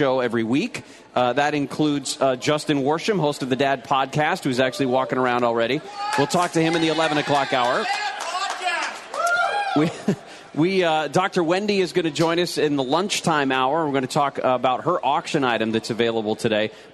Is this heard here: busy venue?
yes